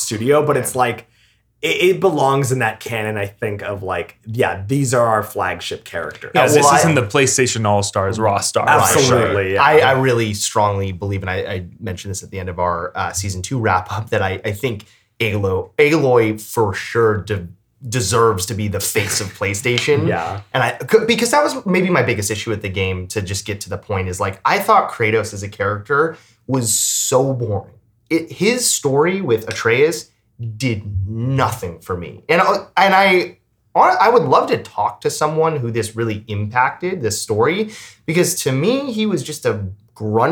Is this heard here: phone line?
no